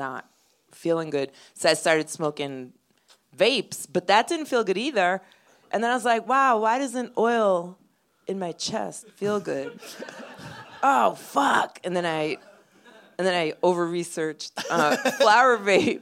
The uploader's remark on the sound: Live in Boston. Live on stage in Boston. Recorded live at The Great Scott in Boston, MA.